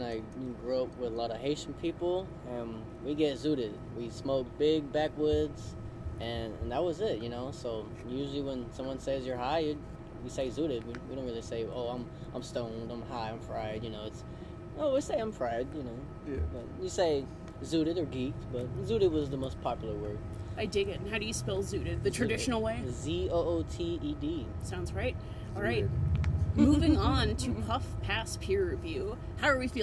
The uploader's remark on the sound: It was too hot to record inside, and we didn't have a stage to record on, soooooo the audio has pool-filter-inspired white noise and sometimes gets louder for no reason!